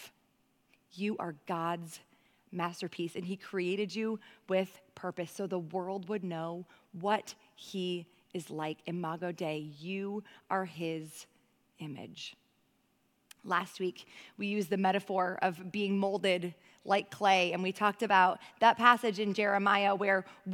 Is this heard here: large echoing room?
yes